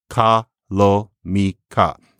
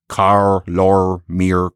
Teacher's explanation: most African languages that they spoke don't have R's at the end of syllables · Shown in: first take · like that. They're more like Japanese. · Term: R-lessness